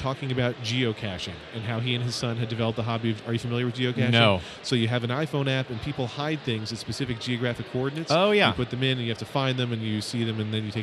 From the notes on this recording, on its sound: an episode taped live at Podcast Movement